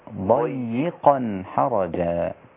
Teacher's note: وتخلي بالك من الياء بين المفخمين عشان الياء رقيقة